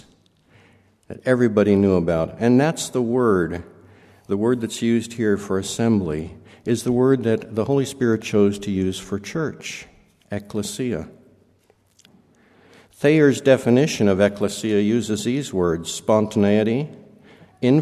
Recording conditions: large echoing room